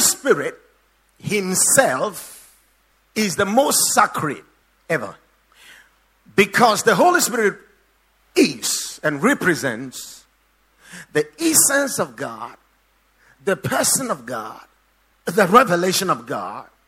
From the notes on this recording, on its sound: Preached at the Watered Garden Church